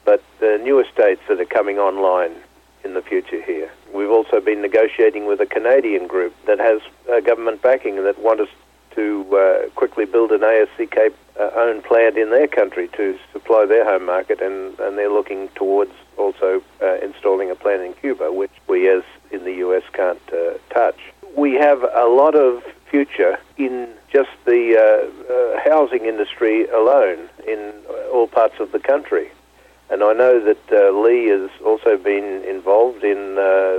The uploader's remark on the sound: called in to SmallCapVoice